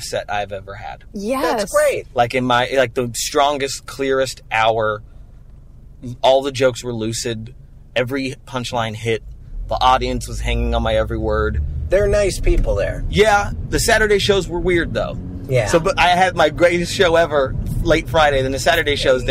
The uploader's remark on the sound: In the Car.